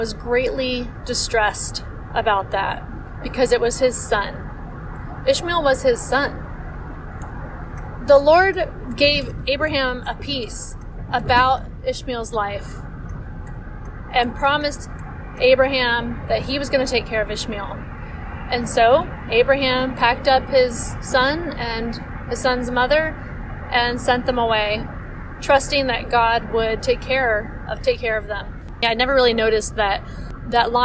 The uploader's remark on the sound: I don't always record in my car, but when I do... Join me for a little car ride again.